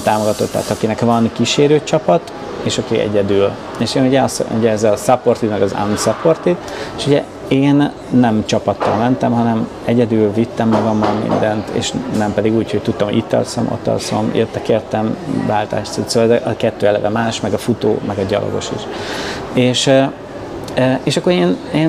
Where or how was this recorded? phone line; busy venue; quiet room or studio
busy venue